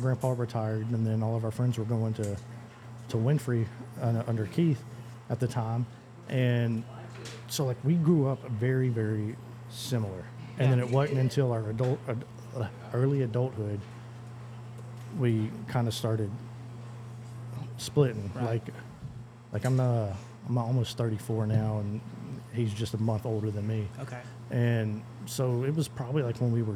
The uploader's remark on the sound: We recorded an unscripted, natural conversation in a local coffee house.